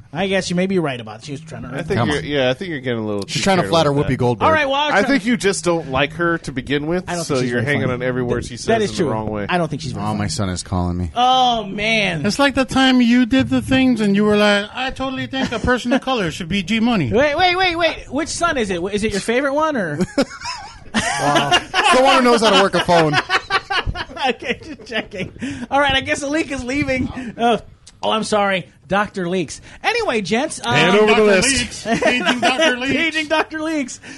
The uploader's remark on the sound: recorded live at Maui Comics & Collectibles